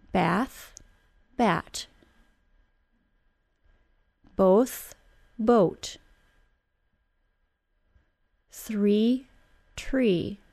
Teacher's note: substitute a T sound for an unvoiced TH sound and a D sound for a voiced TH sound.